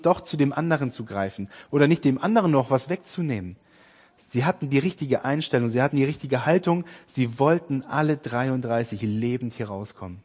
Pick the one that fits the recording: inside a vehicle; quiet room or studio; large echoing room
large echoing room